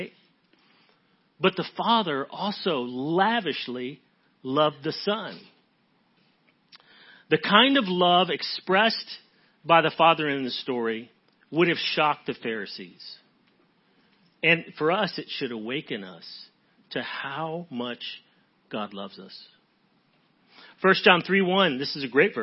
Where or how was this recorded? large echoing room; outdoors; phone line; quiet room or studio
large echoing room